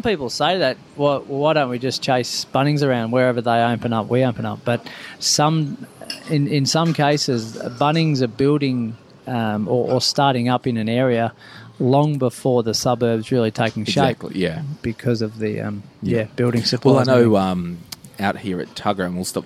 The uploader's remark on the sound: live From Flour & Co